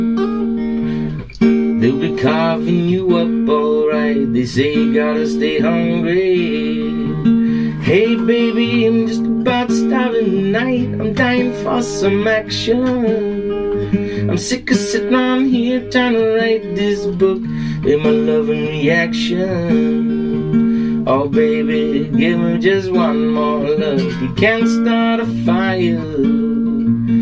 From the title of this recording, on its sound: Greenhouse Acoustic Phone Recording